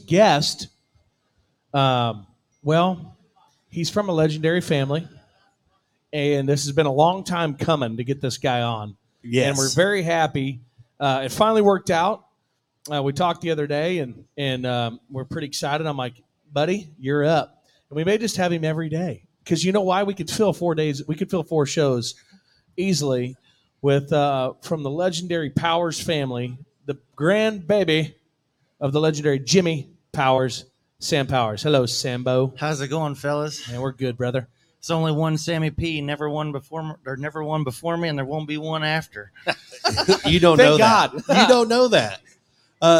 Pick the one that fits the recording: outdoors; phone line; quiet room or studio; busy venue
busy venue